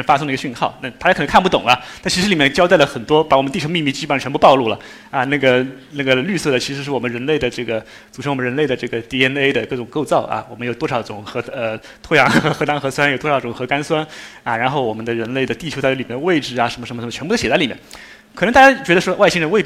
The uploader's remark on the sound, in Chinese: 一席现场。